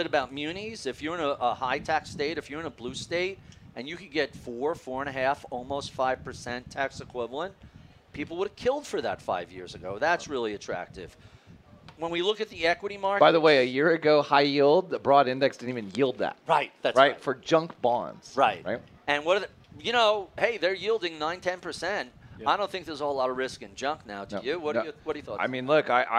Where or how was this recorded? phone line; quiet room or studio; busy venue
busy venue